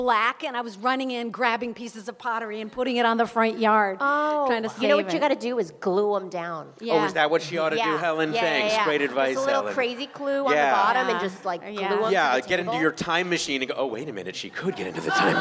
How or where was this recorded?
busy venue